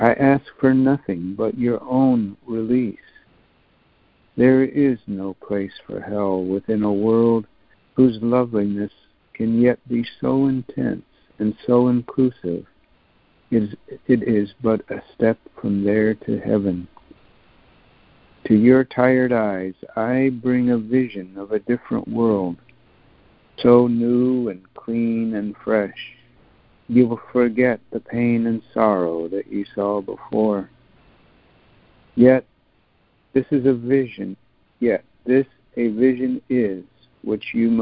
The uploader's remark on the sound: ACIM Daily Conference Call.